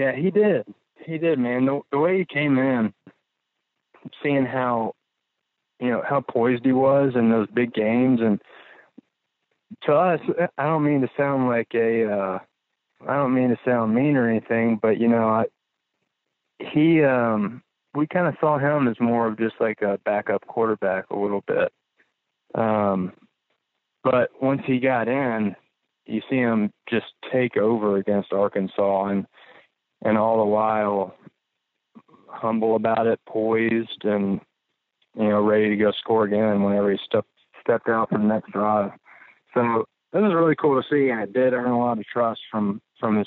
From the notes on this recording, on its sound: joins (21:57) on the Modern Woodmen phone line.